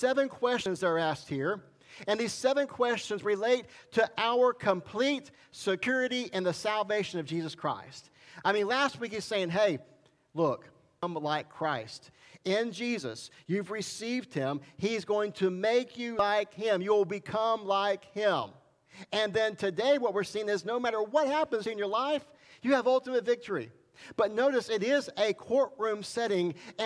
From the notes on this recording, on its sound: This message was recorded July 18, 2021 at Highland Baptist Church, Molino, FL.